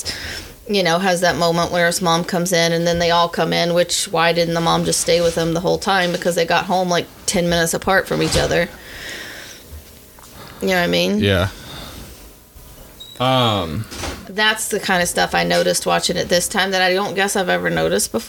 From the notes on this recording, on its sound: This episode is short because my father wanted to make as much noise as possible in the background.